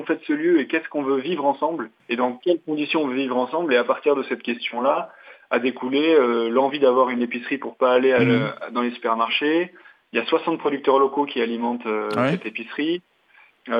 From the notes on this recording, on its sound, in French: Par téléphone, pris dans le vif de leur périple à vélo